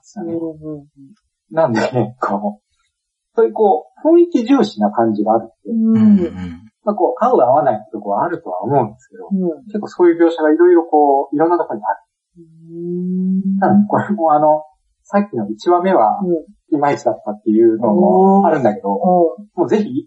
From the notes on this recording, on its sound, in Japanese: 何かとお聞き苦しいところもあるかと思いますが